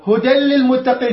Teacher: بغير غنة لأنه النون كأنما ما موجودة، ماكو غنة